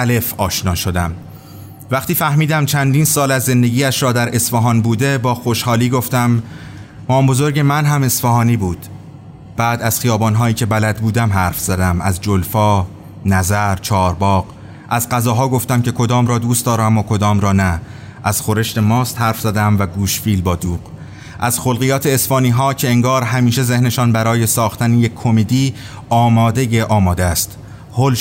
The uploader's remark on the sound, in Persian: آنچه میشنوید اجرای زندهی ما در شهر اصفهان و کافه بلومون است.